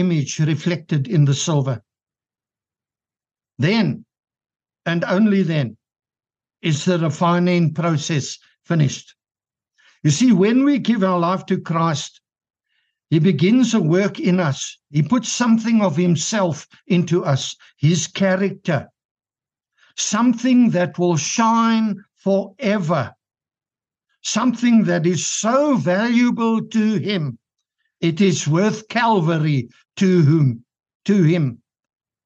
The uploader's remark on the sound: The Transformation Table Zoom Meeting 14 Des 2023